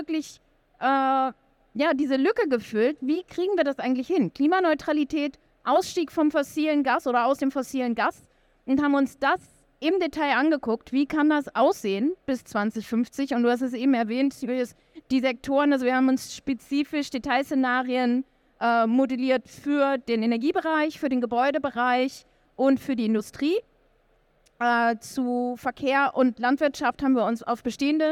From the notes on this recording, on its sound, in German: Auf der Bühne bei der E-World. Danke an euch Alle, die mit uns auf der E-World live dabei wart.